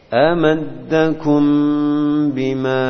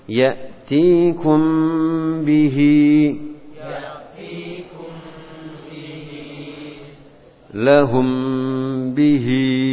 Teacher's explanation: sering dilalaikan oleh pembaca Al-Quran untuk membaca dengung pada ikhfa syafawi